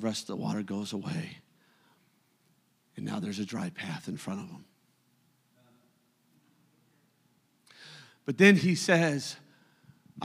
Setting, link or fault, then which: setting, large echoing room